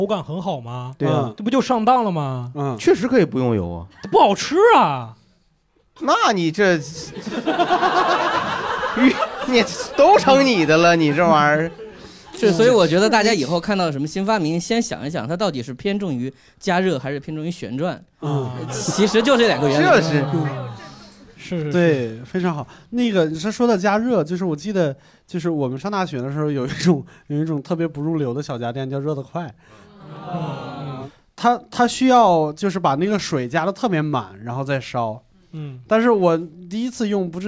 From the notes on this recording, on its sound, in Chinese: 混入现场观众。一边作为观众现场观摩谐聊录制，一边积极举手插话。现场效果炸裂，圆满完成一场宾主尽欢的线下会晤。